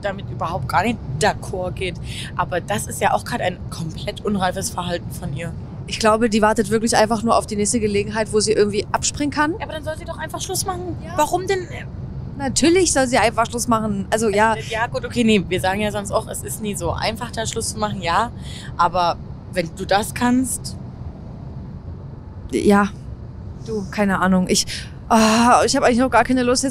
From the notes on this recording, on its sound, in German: Auf dem Weg nach Köln im Auto aufgenommen. Entschuldigt, falls es etwas wackelt.